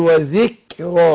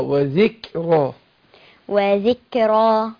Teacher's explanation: وذكرى بقت قاف، وذكرى وذكرى. الهمس بتاع الكاف ده هو اللي بيفرق بين الكاف والقاف عشان الاتنين مخرجهم ايه من اقصى اللسان